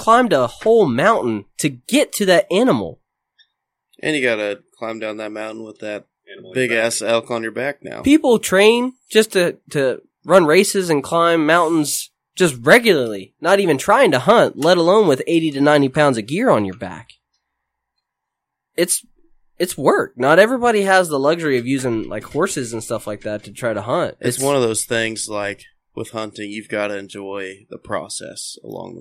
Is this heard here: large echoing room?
no